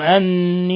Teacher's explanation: أني نون مشددة غن مقدار حركتين